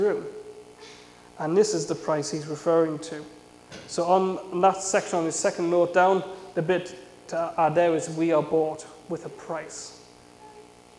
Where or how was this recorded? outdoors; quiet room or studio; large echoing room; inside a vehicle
large echoing room